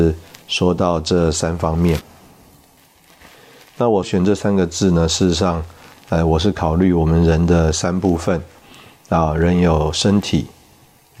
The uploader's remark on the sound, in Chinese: 本集節目錄製時有雜音，造成收聽不便，敬請見諒